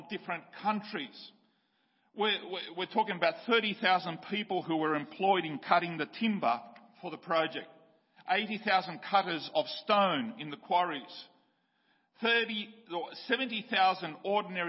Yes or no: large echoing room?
yes